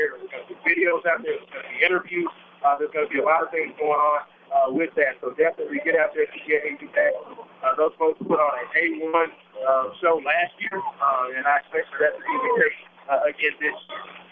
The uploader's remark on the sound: Live from Shawnee Park! Home of the 2015 Dirt Bowl!